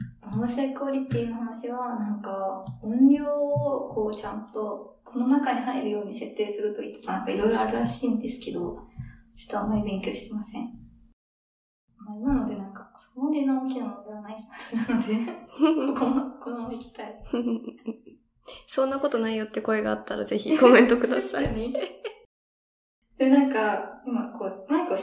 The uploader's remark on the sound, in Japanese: 運営会議議事録（雑音多めです、すみません）。音ひどすぎますか？ギリ聞けるレベルではある？机を触っちゃう音だけは気をつけよ。